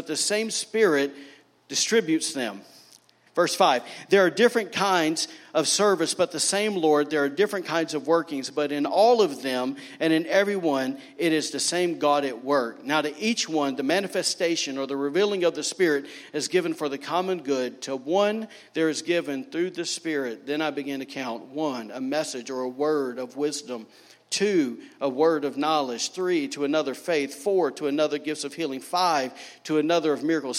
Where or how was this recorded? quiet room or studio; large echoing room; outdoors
large echoing room